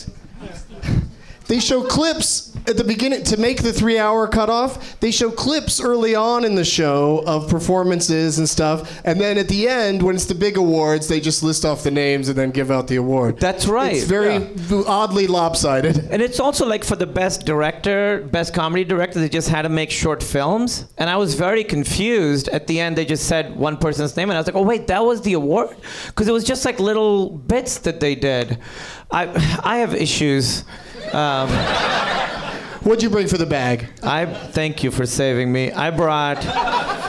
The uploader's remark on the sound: Live from the NerdMelt Showroom